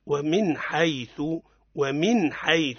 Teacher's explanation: أظهرت النون الساكنة من غير غنة · Term: الإظهار